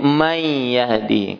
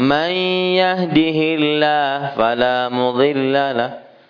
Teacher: Kalau bapak ibu baca pakai bahasa membaca Al-Quran, tajwid menjadi may yahdi. Karena nun sukun bertemu dengan ya. · Term: Idgham bi gunna